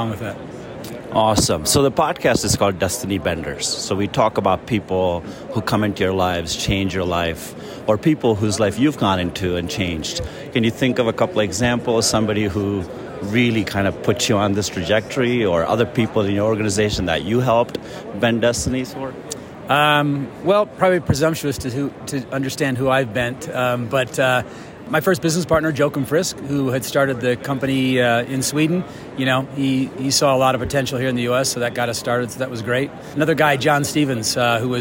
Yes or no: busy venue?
yes